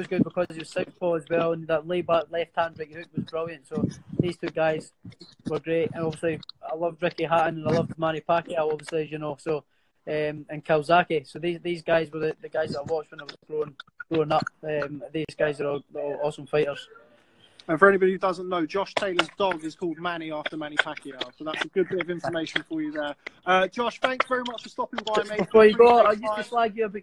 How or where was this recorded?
video call